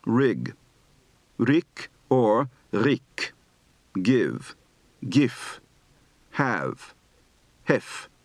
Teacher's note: shift from final voiced to voiceless consonants